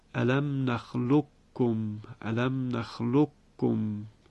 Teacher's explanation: ادغام حرف قاف در حرف کاف که تنها یک مورد در سوره مبارکه مرسلات هست، الم نخلق کم، که ابن کثیر هم این مورد رو مثل سایر قراء ادغام کرده است، الم نخلقکم الم نخلقکم.